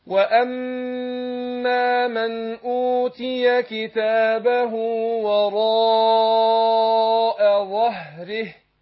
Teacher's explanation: خد بالك أما أقول إيه الهاء عشان حرف خفاء ومتكرر عندنا مرتين عشان ما يسقطش مننا في اللفظ